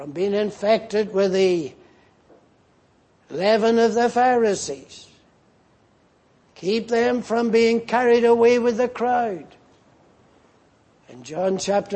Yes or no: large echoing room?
yes